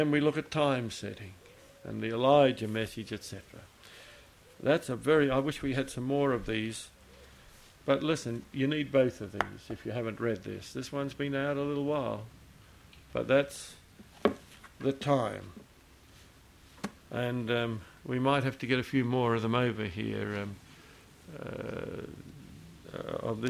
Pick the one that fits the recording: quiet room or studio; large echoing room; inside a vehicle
large echoing room